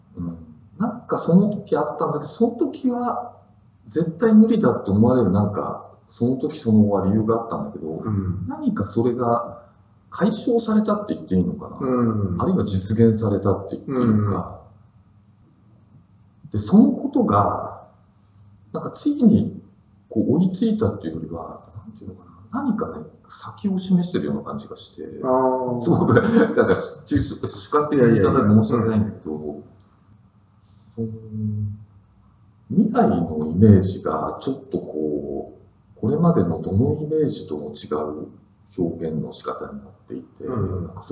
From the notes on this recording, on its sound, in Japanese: 旧マイクで音声ややわるいです